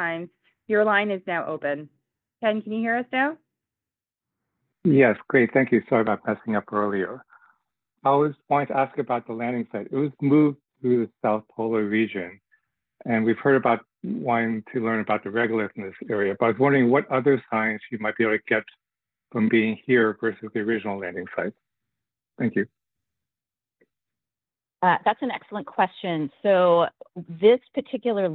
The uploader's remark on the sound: NASA held a virtual, audio-only media teleconference